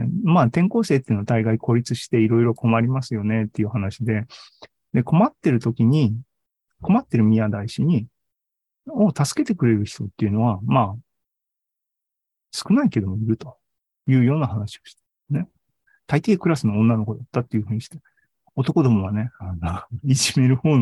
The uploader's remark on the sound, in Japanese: ２０２２年１２月２１日に開催した ZOOMライブの模様です